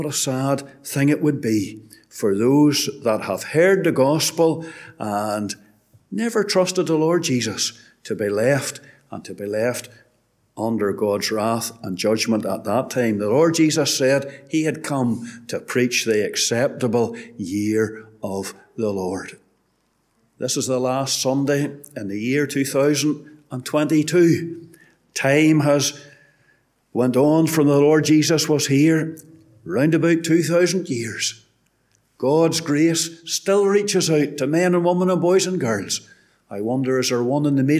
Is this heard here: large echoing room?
yes